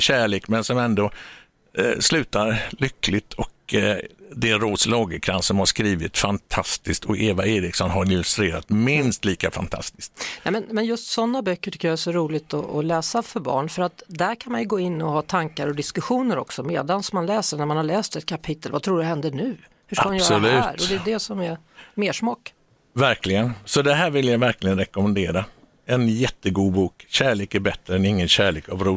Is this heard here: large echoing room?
no